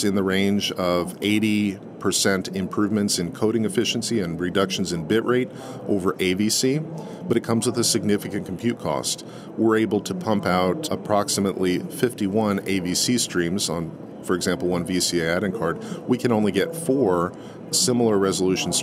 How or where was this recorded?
busy venue